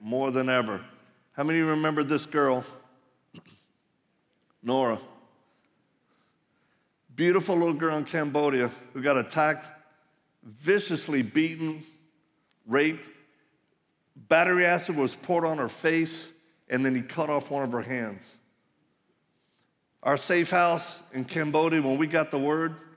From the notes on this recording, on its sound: live message from the Ignite Conference